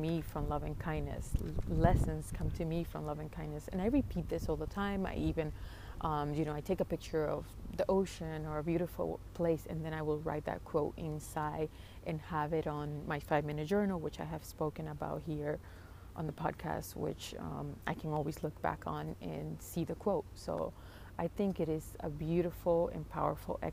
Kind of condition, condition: setting, outdoors